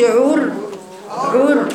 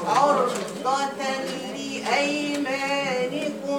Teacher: الراء الساكنة الذي قبلها مضموم مفخمة · Shown in: second take · Term: الراء مفخمة